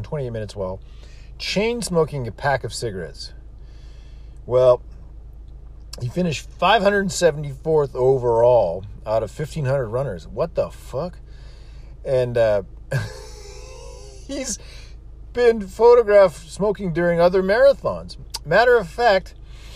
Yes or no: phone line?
no